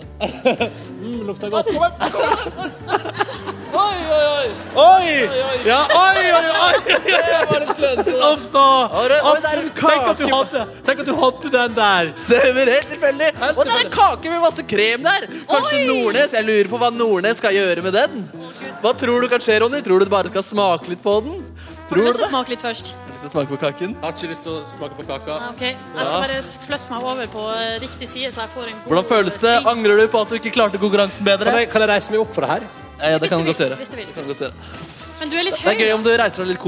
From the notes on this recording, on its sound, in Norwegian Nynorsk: Julefrukostsending frå Store studio. Vi feirar ilag med publikum i salen.